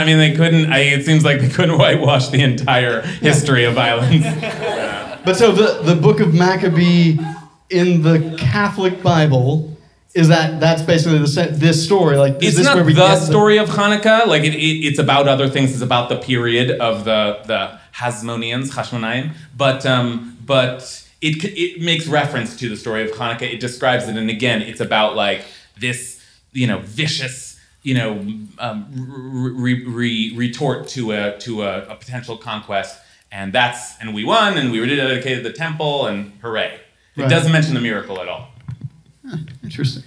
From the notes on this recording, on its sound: Recorded live at IKAR in Los Angeles.